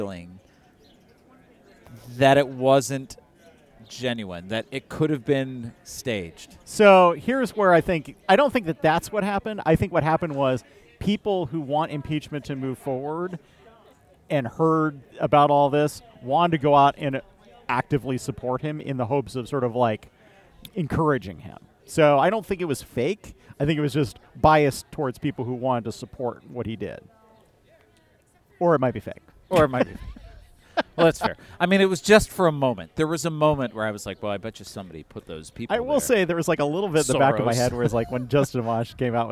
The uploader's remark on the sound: It was great weather to be in Half Acre’s Balmoral beer garden.